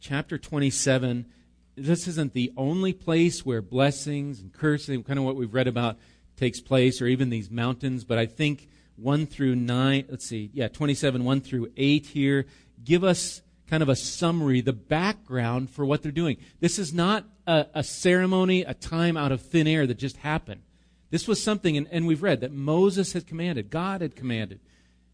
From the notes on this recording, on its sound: Recorded live at Bethany Bible Church on 5/26/19